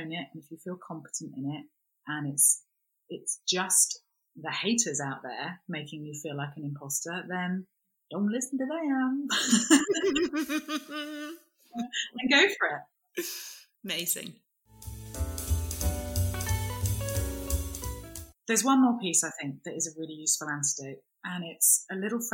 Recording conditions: poor sound quality